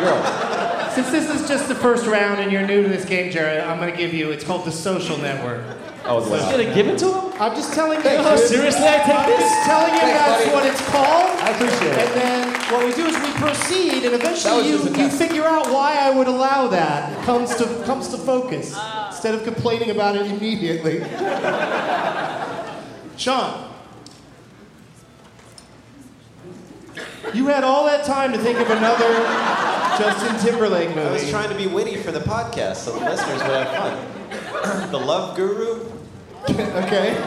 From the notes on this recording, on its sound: Live from the Improv in Tempe